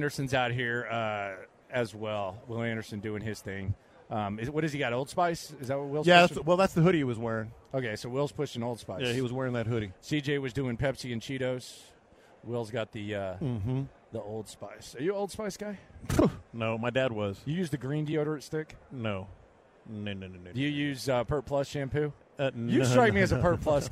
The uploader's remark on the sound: Joins The Show LIVE At Radio Row